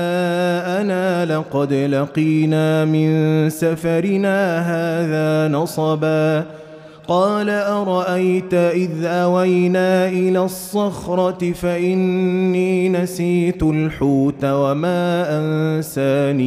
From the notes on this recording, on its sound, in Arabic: مسجل من صلاة التراويح بمسجد السلام بحي مشرفة بجدة